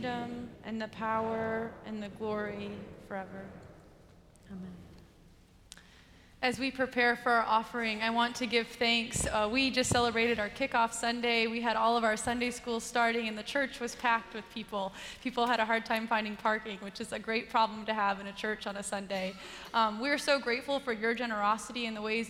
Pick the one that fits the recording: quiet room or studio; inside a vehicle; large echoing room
large echoing room